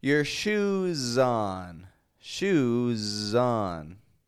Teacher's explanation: And when we consider some words such as like shoe, if I say I got some new shoes, or put your shoes on, your shoes on, you can get that S sounding like a Z because Shoe ends in the sound oo, which is voiced. And so you need your S to be voiced.